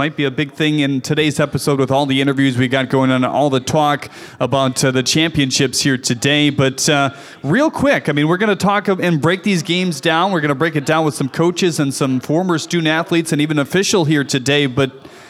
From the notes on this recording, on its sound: Live from Calihan Hall. A number of guests on the concourse of Calihan Hall.